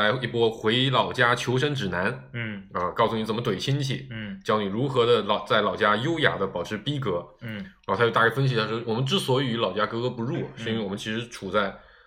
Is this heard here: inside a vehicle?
no